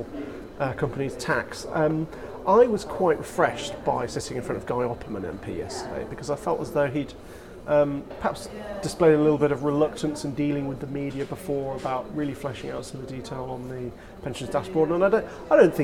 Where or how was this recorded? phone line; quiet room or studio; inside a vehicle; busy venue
busy venue